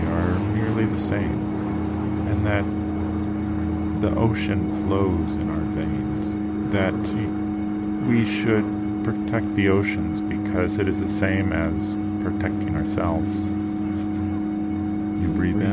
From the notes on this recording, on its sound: Featuring a binaural recording of a walk in Long Island City, Queens, and a quintet of midi-based instruments. A helicopter overhead. The hushed sounds of people talking.